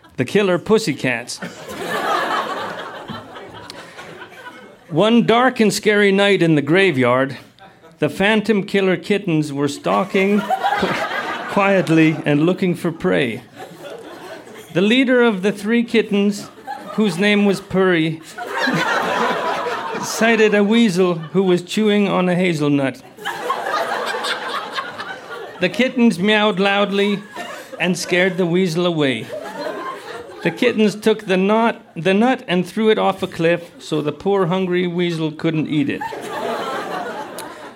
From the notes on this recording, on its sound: Recorded live at The Club in Banff, Alberta.